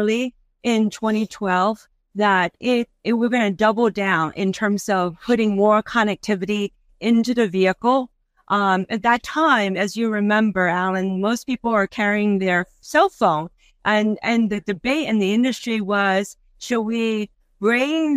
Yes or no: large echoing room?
no